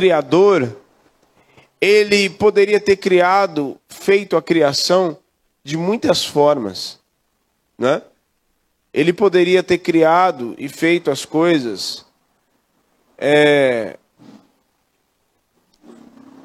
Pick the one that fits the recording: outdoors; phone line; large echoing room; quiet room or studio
large echoing room